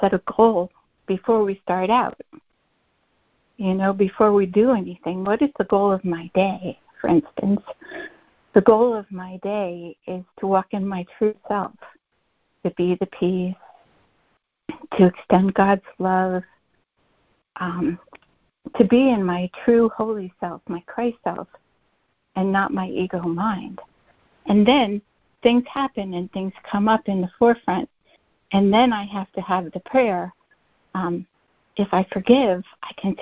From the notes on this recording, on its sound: ACIM Daily Conference Call